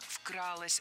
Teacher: Не «вкралось», а «вкралось». Ударным должен быть первый слог.